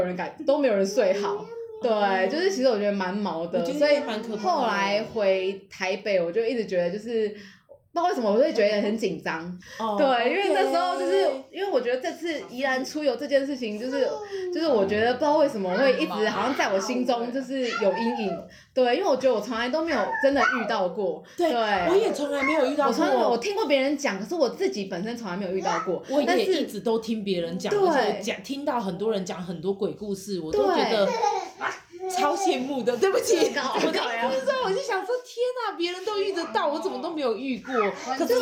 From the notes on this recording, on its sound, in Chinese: 立刻拿起手機就錄音了請忽略背景她的兒子不斷發出的笑聲。